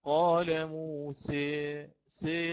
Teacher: وكذلك لم آتي بالألف أبدلتها بياء، لم أقل موسي هكذا، بل قلت موسي سي، بقيت على الفتحة نعم، ولكن قربت، قربت من الكسرة · Term: الإمالة الكبرى